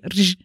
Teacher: I trwało to sobie ry przez wieki, ale potem mu się znudziło i się utwardziło. Bo tak, najpierw w wymowie tego ry pojawiło się ledwo słyszalne ży. Oczywiście to nie zabrzmi tak, jak wtedy to brzmiało, bo nie jestem w stanie tego wymówić, ale takie mniej więcej rż.